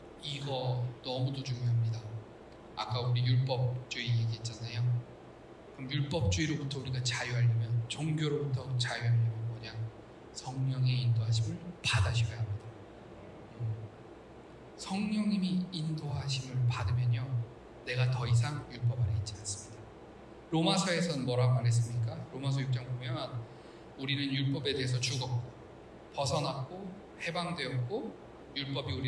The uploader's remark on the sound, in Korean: 기계적 오류 인해, 음질이 떨어집니다.